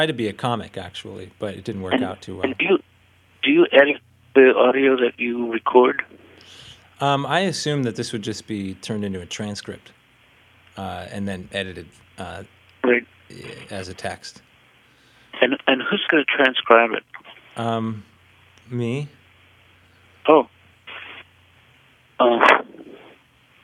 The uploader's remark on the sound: Over the phone. This audio was edited very lightly from its original recording.